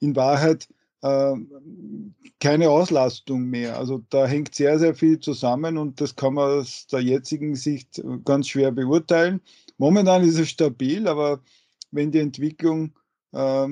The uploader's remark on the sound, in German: Folge wurde aufgenommen via Skype.